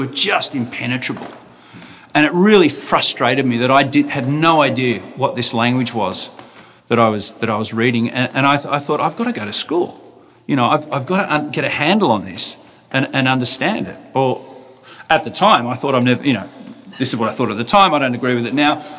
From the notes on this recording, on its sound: We took our mics to the Robert Mann Gallery , in New York. We took our mics to the Robert Mann Gallery , in New York.